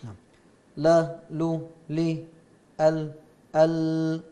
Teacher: تخرج من أدنى حافتي اللسان إلى منتهى طرفه مع ما يحاذيه من لثة الأسنان العليا، وهي من الضاحك إلى الثنية، وخروجها من الحافة اليمنى أيسر. · Term: اللام